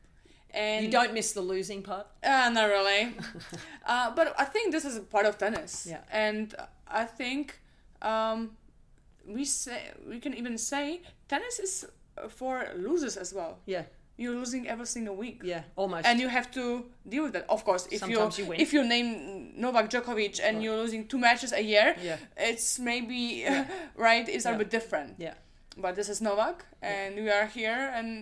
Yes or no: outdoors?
no